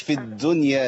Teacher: في الدنيا يبقى أنا كده إيه الدال شبهة التاء لأن عملت فيها همس. في الدنيا.